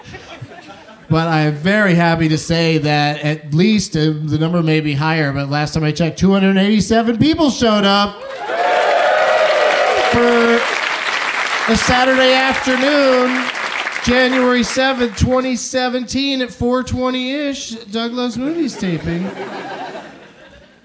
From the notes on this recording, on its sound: Live from Cap City Comedy Club in Austin.